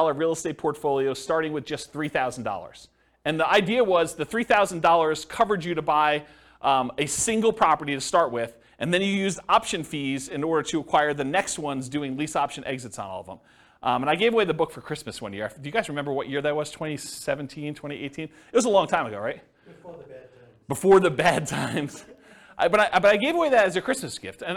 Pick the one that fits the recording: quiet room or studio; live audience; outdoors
live audience